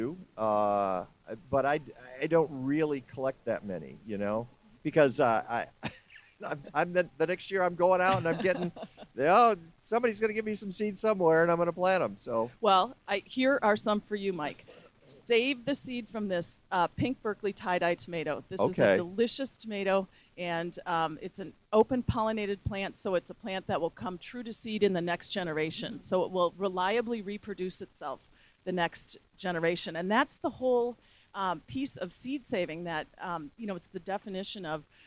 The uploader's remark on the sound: Live from Heirloom Fest at the Chicago Botanic Garden! Head to the Chicago Botanic Garden to broadcast live from Heirloom Fest: Tomatoes and More.